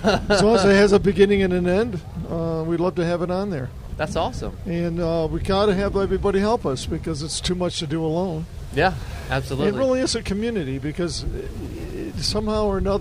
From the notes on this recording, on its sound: LIVE from Caffeine and Octane with Southeast Wheels Events.